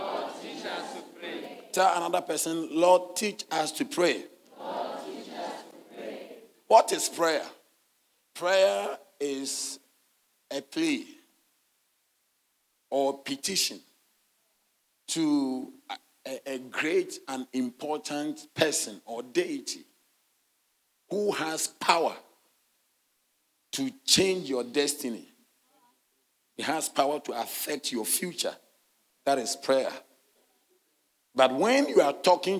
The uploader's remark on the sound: Sermon delivered on Sunday, October 22, 2023, at LCI Mega-Church in Cape Town, South Africa.